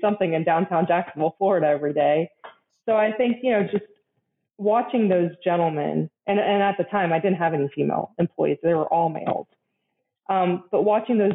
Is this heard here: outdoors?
no